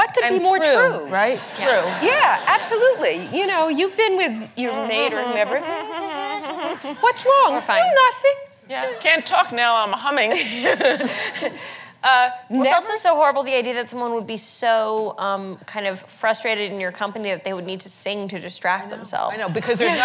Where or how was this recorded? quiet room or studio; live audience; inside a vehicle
live audience